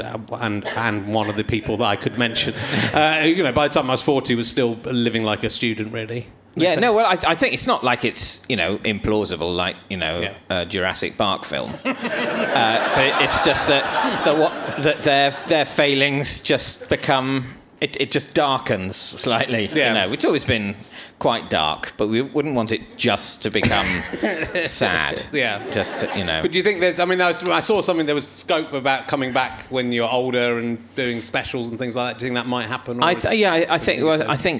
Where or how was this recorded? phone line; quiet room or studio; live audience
live audience